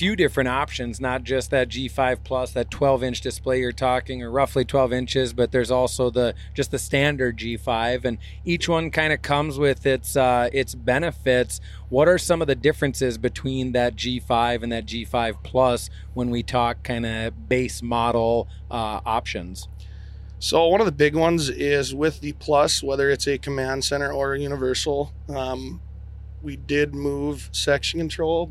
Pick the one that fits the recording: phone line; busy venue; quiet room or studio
busy venue